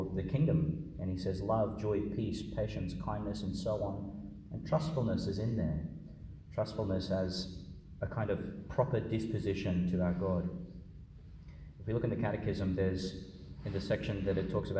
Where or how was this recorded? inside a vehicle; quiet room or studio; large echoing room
large echoing room